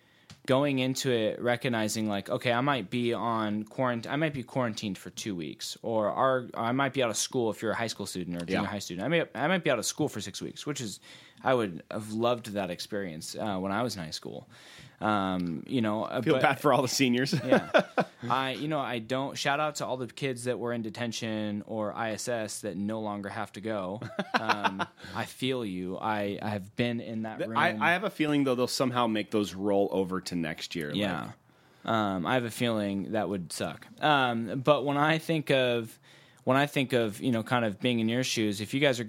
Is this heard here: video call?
no